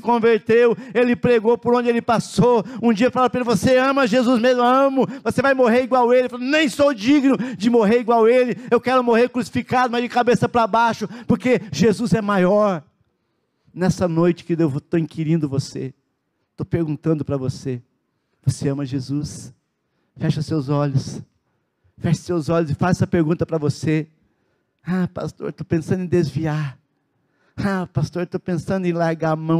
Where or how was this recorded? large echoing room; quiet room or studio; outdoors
large echoing room